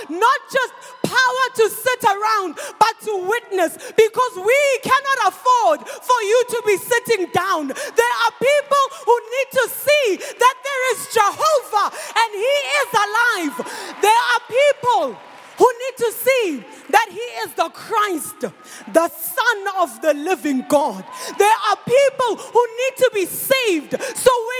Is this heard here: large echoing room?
yes